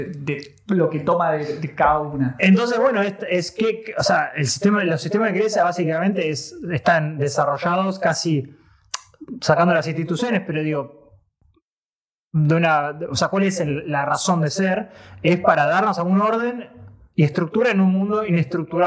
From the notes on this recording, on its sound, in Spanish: el audio salio con un poco de eco